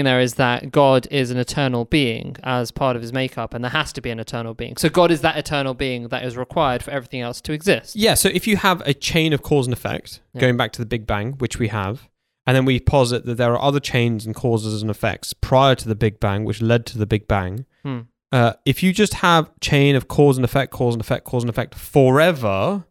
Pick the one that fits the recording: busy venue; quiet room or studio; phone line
quiet room or studio